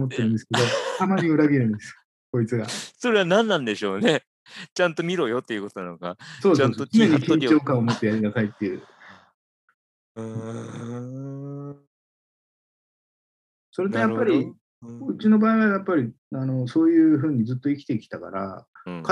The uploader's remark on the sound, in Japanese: オンライン収録